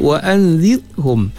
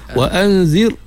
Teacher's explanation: Bila ra' mati sebelum dia bagi di bawah tu, nipis. · Shown in: first take · Nipis ni dengan cara kita membuka mulut.